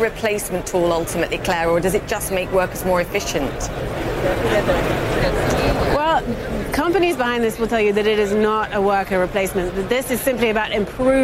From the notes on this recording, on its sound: live from the New York Stock Exchange